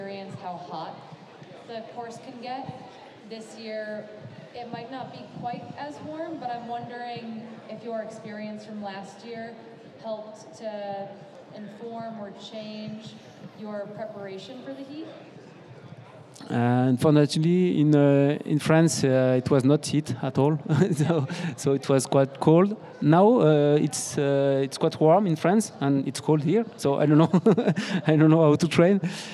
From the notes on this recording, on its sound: This is the audio from our third annual pre-race live interview show from the Western States 100. This is the afternoon session from Thursday June 22nd, our second of three sessions over the next 24hrs.